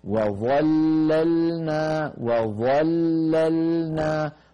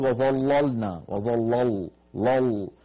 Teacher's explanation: ننتبه إلى هذه الكلمة، فيها حرف واحد مفخم وهو الظاء، أما الواو التي قبل الظاء مرققة، وظا وظا، ثم بعد الظاء المفخمة نعود إلى اللامات المرققة · Shown in: first take